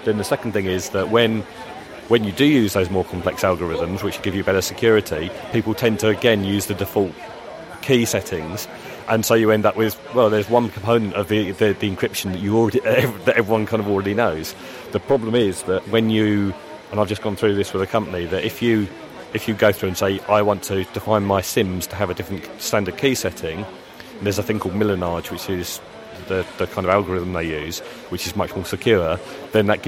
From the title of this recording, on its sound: Tech and Coffee at OggCamp